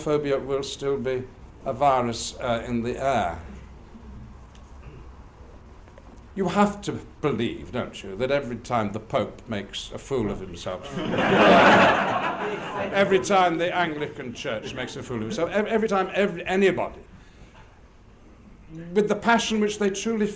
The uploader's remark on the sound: an LGBTQ gathering at Premiere House in Wellington, New Zealand